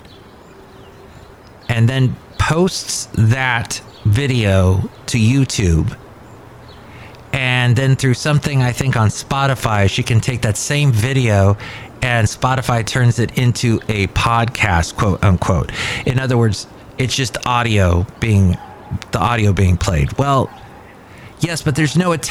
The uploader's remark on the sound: podcasts live from Café Anyway